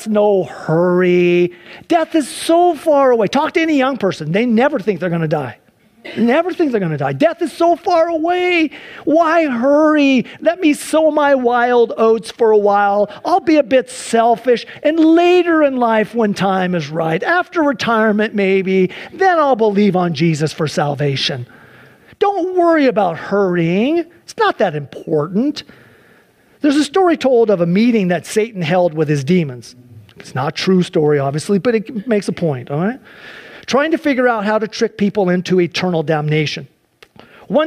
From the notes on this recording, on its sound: Sunday church service livestream.